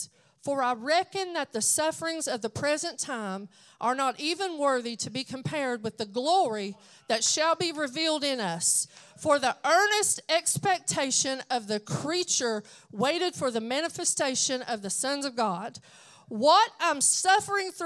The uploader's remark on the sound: at Redeeming Grace Church of God for their BOND event.